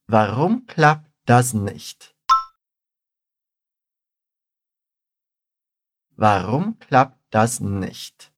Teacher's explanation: é quase como se eu não falasse aquele T no final de klappt